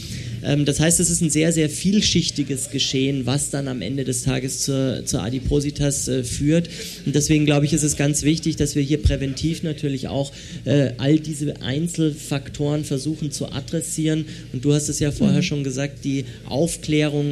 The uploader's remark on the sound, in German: Gedankensprünge“ live vor Publikum: Im Rahmen der Langen Nacht der Museen in Lübeck waren wir erneut im Willy-Brandt-Haus zu Gast.